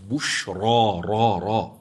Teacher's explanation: أنا أعيد الراء المفتوحة لتسمع أن الراء في رواية حفص مفخمة